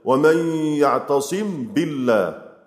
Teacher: مذهب غير الجمهور من العراقيين ومن وافقهم الإظهار بلا غنة، يعني يقرأوا كده ومن يعتصم بالله، يجيب الميم ساكنة ثم يأتي بعدها بالباء بلا غنة